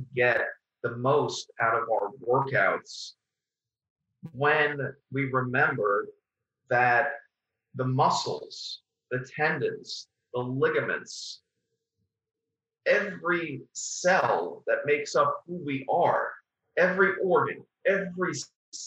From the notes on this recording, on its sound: Podcast was recorded over Zoom, and the audio quality differs from that of the introduction.